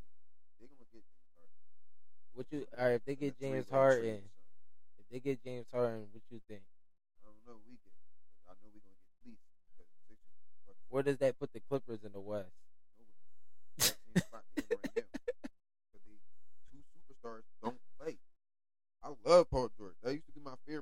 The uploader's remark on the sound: Don't grease us about the sound quality.